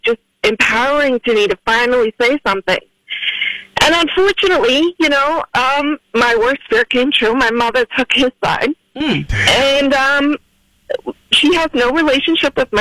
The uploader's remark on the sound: We opened up the phone lines for people to call in anonymously and talk about why they did/did not report.